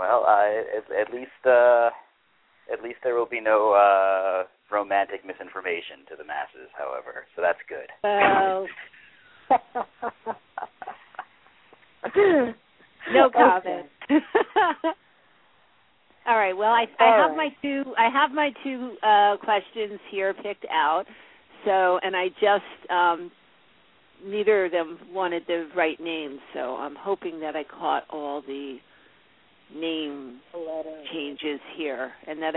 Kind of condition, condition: link, phone line